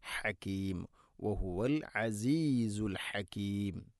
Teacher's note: ഹകീം ഹാഇ ഉച്ചാരണം ശ്രദ്ധിക്കുക, തൊണ്ടയുടെ മധ്യഭാഗം